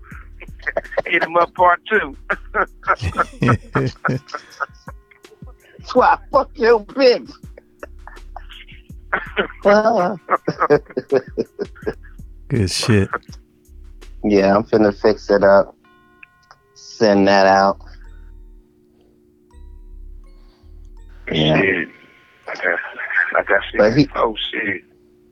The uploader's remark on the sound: 1st Guest Call. Plays the song over the phone. Collect Call.